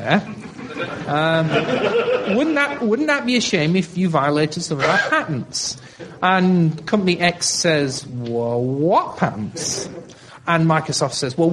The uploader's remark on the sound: Libre Planet 2009 conference. The event was held at the Harvard Science Center, Cambridge, MA.